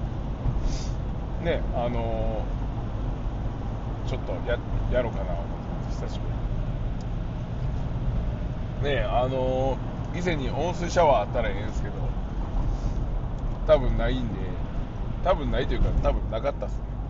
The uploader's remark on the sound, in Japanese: サーフィンに向かう道中で収録しました